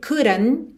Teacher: e não marcando o T final, porque afinal é uma consoante oclusiva que pode aparecer mais, menos ou nada, ok?